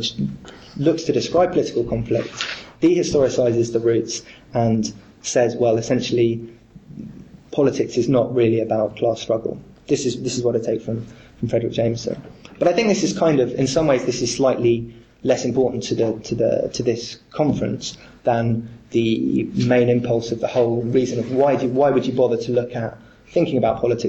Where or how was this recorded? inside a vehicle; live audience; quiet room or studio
live audience